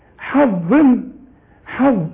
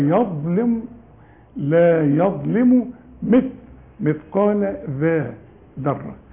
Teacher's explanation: ثلاث حروف بطلع فيهم طرف اللسان